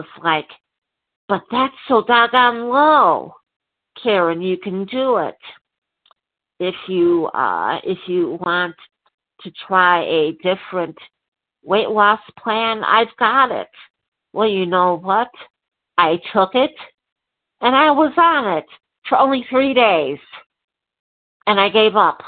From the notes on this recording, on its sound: from the 100 Pounders Phone Meeting